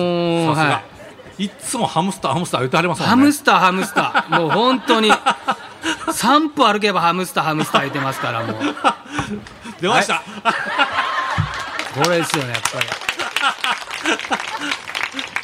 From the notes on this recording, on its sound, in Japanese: スバラDee公録の様子。今回も2回目の公録模様です！